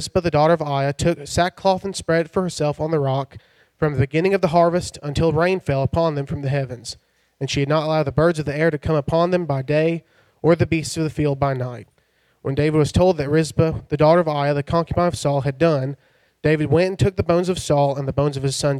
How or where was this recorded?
large echoing room